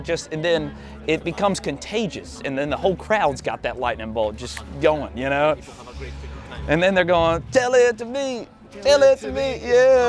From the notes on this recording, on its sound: We are back from Eau Claire Wisconsin, home of the Blue Ox Music Festival for the 2022 edition. Joining us from the beautiful festival grounds.